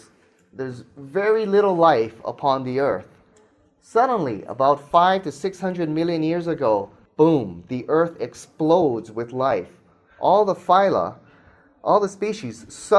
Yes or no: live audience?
yes